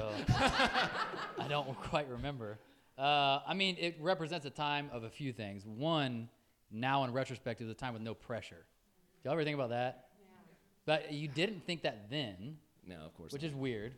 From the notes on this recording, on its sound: Enjoy this dynamic conversation that we had together during our first live show in Atlanta, Georgia. Live audience engagement throughout this episode made it even more interesting and insightful.